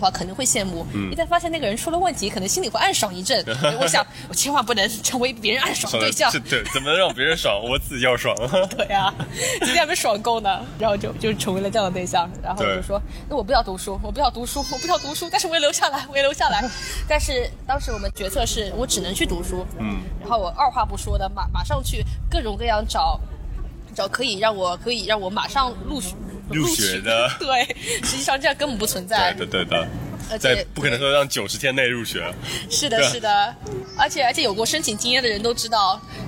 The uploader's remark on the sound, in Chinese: 户外录音，稍有杂音，多谢谅解